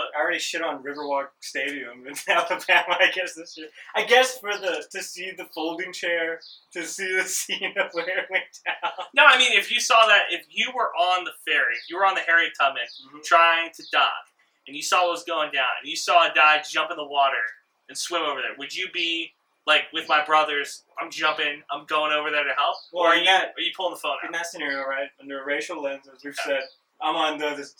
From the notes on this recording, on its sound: Back together again (in person). Hey, wtf is wrong with the audio. We spent some money on new mics, still figuring out how to use them.